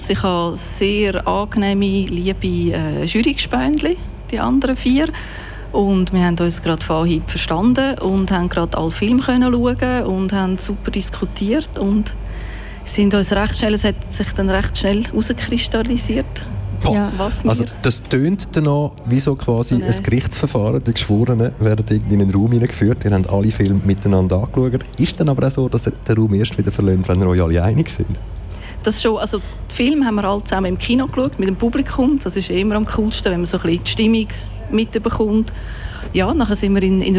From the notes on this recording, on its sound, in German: Festivalausgabe live aus dem Merkerareal in Baden.